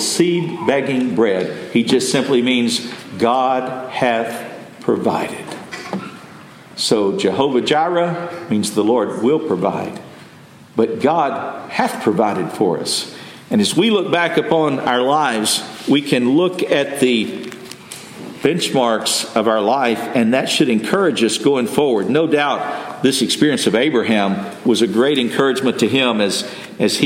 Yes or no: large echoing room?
yes